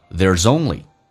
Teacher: There's 跟 only 有一个连音叫 There'sonly，用 z 进行连音